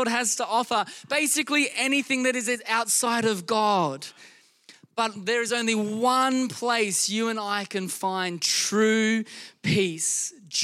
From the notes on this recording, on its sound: Recorded during our Melbourne East service on Sunday, the 28st of May 2023